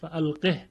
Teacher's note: ببینید در کلماتی مانند القه آیه 28 از سوره مبارکه نمل، فالقه الیهم، القه در روایت دوری به سکون ها خونده شده، فالقه، پس اینجا باید دقت کنیم که ها ساکن خونده میشه و به هیچ وجهی سله نمیشه به یا